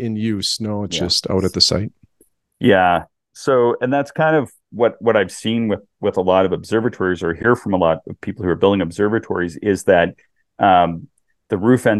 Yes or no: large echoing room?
no